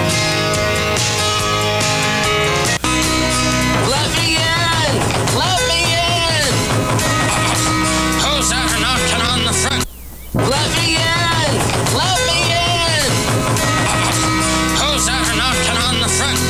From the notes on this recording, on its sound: podcasts live from Café Anyway